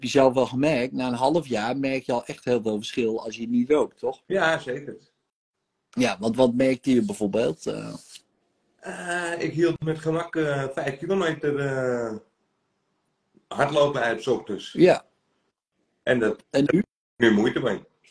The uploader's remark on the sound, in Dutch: de sessie die ik live doe op Instagram